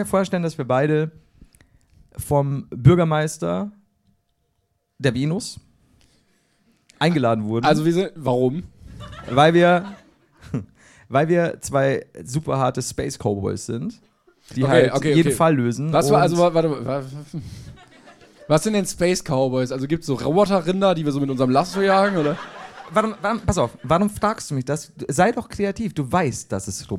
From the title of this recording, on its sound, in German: LIVE in Köln